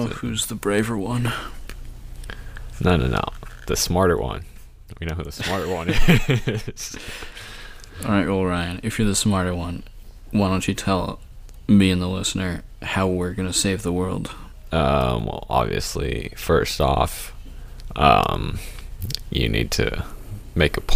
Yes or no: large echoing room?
no